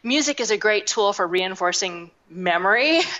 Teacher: you heard that rising tone on the word memory, which was a statement and not a question · Term: upspeak